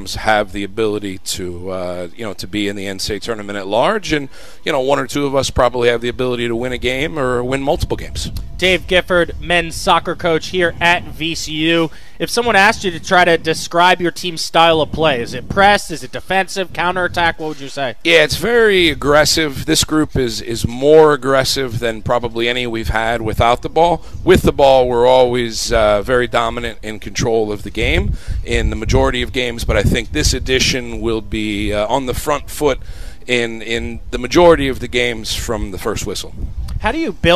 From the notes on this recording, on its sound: Broadcasted live from the VCU campus.